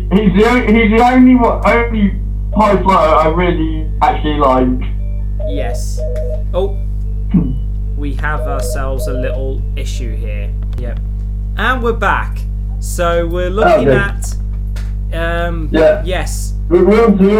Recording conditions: poor sound quality